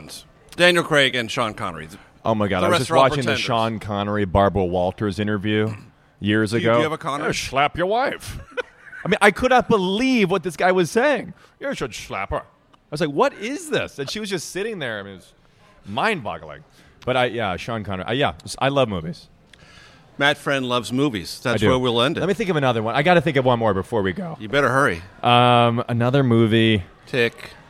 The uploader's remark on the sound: at Unconventional Diner in Washington, DC